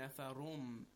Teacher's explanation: In this case, we have meem, right? We are merging the noon, nafarun, with meem, nafarum, right? So it becomes, it's merged. And this idgham is with Ghunna, correct.